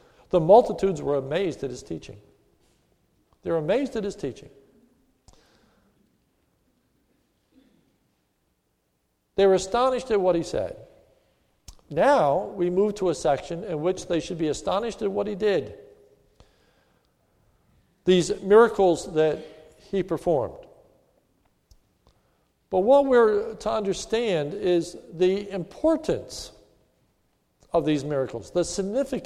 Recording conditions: large echoing room